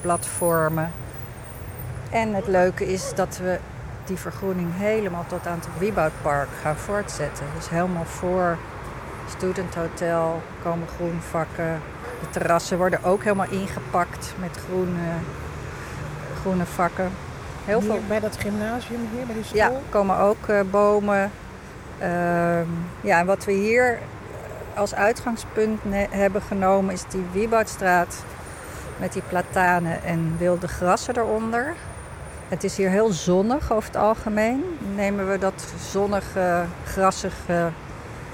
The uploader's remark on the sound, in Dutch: Knowledge Mile Wandeling. In deze aflevering wandelen we door het gebied.